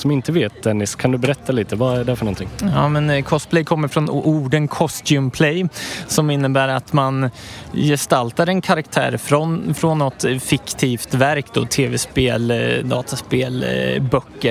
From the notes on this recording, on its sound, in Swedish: LIVE från NärCon 2022.